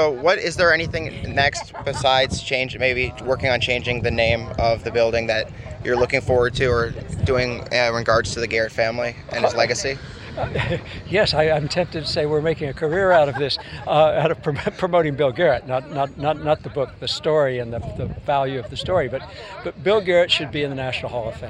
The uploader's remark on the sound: Four interviews conducted on location at this weekends dedication ceremony for the Bill Garrett state historical marker.